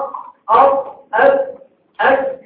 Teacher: هذه كلها حروف شديدة. ماذا شديدة؟ ينحبس معها الصوت